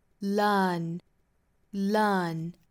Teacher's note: 那我们注意这个词英式发法里头的这个元音哈，它其实是一个单元音长元音的的发音。那我们在发这个音的时候呢，我们注意左右嘴角是向两边裂开，发一个 learn,learn。好，那后面加的这个 ed 呢，我们注意要读一个浊辅音的的发音，因为 learn 本身尾部是以前鼻音结尾的。我们说到鼻音类呢，鼻音都属于浊音，以浊音结尾的这个单词后面不管加什么音哈，掐出来的这个音都应该读浊音，这就是清